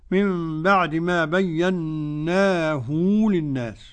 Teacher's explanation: قرأ ابن كثير بصلة الهاء، من بعد ما بيناه للناس، يصل الهاء بواو